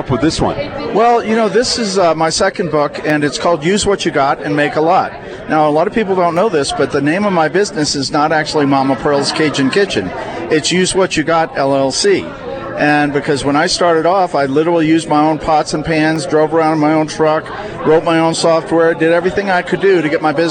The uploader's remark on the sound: LIVE remote edition of KRDO's Afternoon News. Momma Pearl's Cajun Restaurant at 162 Tracker Drive at the Polaris Point Shopping Center near I-25 and North Gate Boulevard.